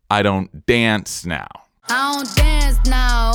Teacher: And the emphasis is on dance. That's the word we feel really strongly.